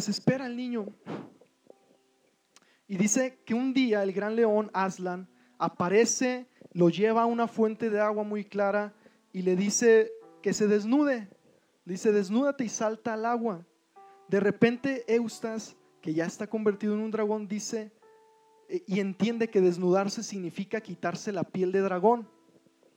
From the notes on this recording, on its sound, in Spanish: Predicación grabada en nuestra reunión general